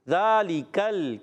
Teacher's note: ذال کا مخرج زبان کا سرا اوپر کے دانتوں کے کنارے سا ذال و تین حروف ادا ہوتے ہیں لام کے نیچے